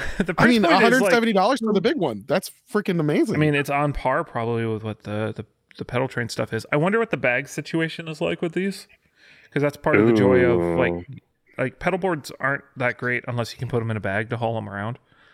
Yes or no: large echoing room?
no